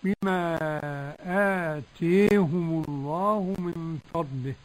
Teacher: وقرأ حمزة والكسائي وخلف العاشر بالإمالة الكبرى: بما آتيهم الله من فضله.